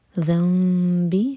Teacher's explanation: یہاں پر نون میم میں چینج ہو رہا ہے، اقلاب کریں گے. ذنب، میم کو ہولڈ کریں گے 2 سیکنڈس اور پھر با پڑھیں گے